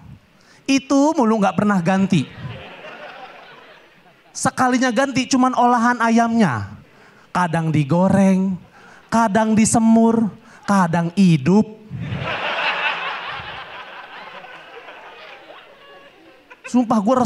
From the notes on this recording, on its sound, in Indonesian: berhasil memecahkan tawa penonton